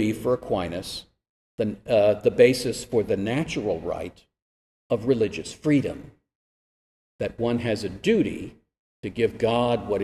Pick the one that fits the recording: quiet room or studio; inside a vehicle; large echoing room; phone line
large echoing room